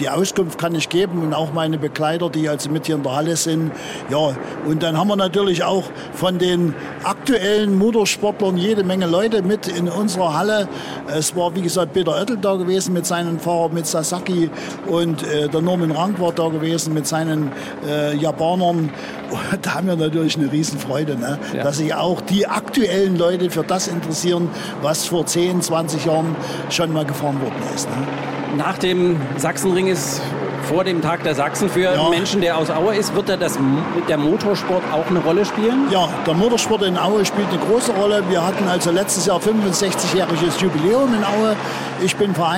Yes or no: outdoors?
yes